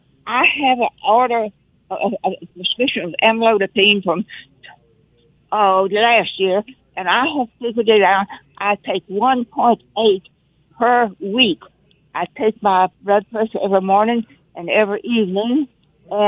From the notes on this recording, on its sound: takes listener phone calls